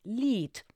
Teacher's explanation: And we'll all remember our word of the day, a German song, Lied, L-I-E-D, but with a little bit of a T pronunciation on that D